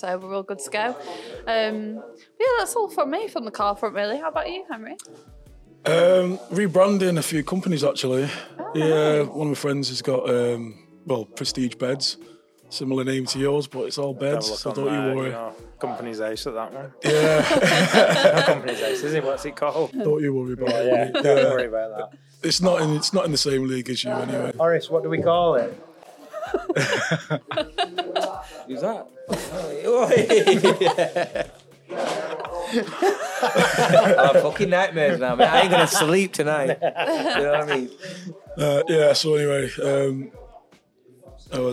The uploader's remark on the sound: Take the Mic at Midnight Lancs Car Meet!